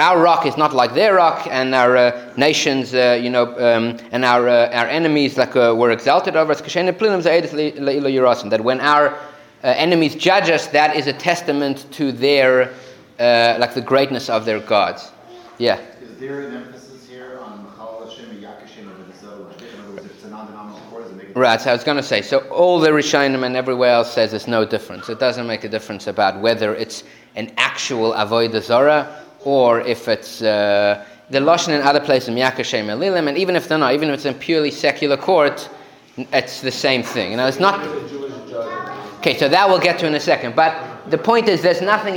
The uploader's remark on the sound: Recorded live at The Torah Center ATL on February 11, 2024